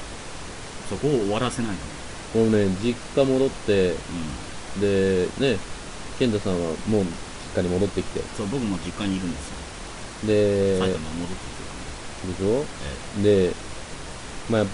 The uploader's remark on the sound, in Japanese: 久しぶりの録音環境と編集。ちなみに音質とサー音が入っているのは、録音環境が悪いからです。